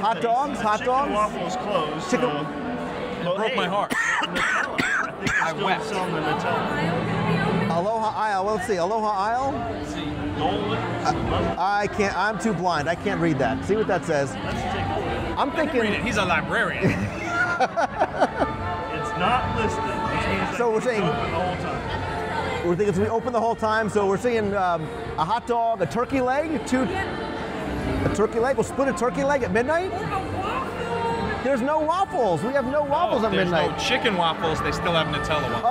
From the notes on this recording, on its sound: LIVE from One More Disney Day. LIVE interactive news show covering the Walt Disney World.